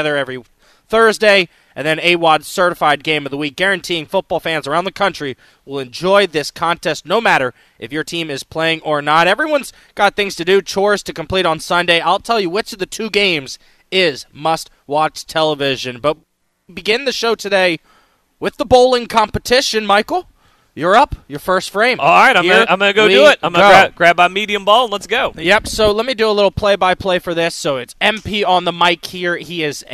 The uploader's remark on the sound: Live from River City Roll as they compete in the River City Roll Bowling Bowl.